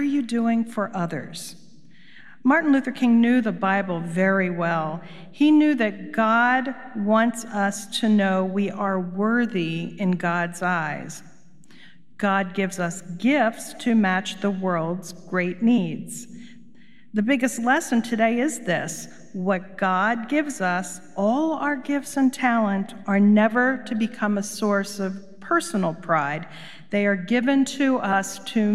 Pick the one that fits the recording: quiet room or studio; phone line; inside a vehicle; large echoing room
large echoing room